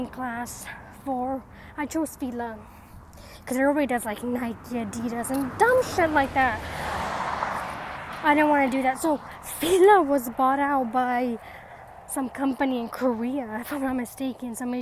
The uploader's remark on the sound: Sound may feel different as it was recorded while on a nature walk.